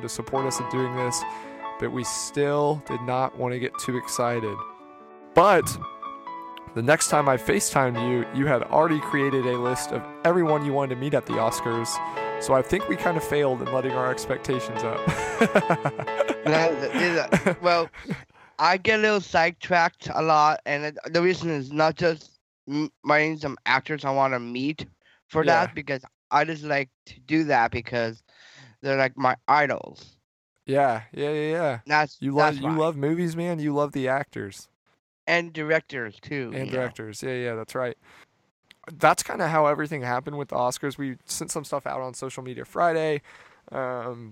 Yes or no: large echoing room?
no